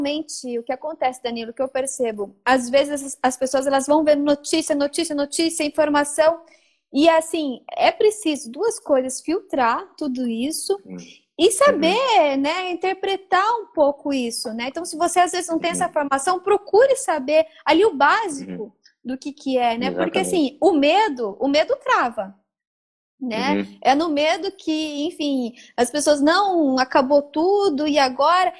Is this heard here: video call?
yes